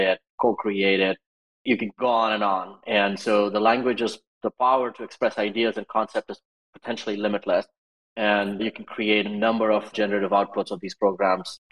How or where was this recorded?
video call